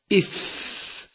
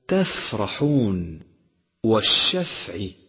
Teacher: فالفاء تخرج من بطن الشفة السفلى مع أطراف الثنايا المشرفة أي العليا · Term: مخرج الفاء